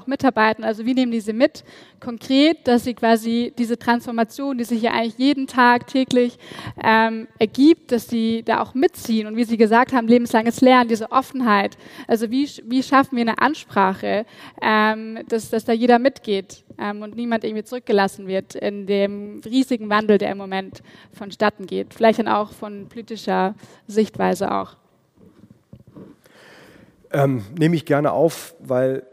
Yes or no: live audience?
yes